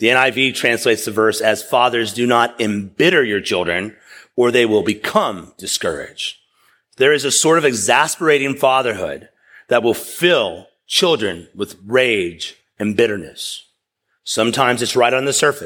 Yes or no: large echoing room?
yes